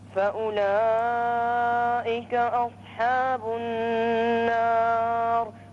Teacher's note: فأولئك مدها أكثر أربع حركات